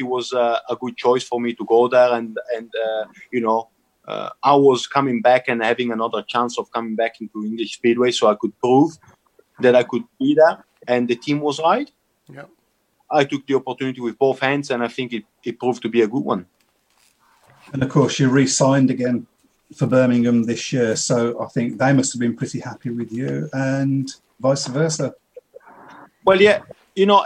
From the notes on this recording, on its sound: Recorded via Zoom.